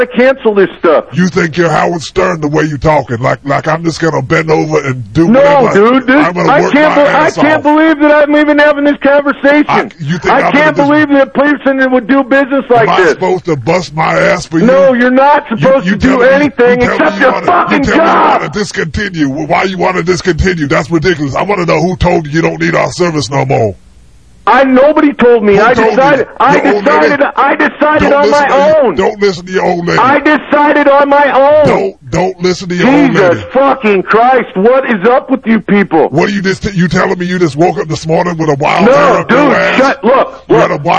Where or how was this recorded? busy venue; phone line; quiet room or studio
phone line